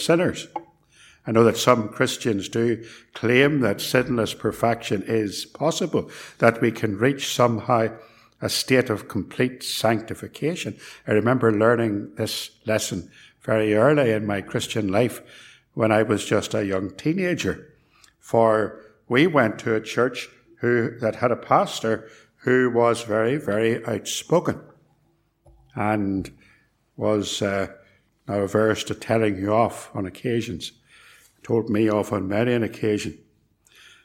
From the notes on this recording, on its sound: It was recorded at Templepatrick Reformed Church and is reproduced here with their kind permission.